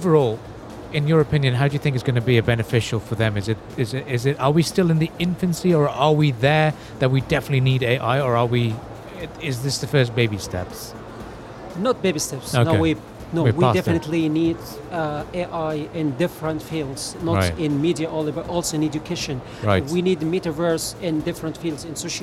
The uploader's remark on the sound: Live from IGCF 2022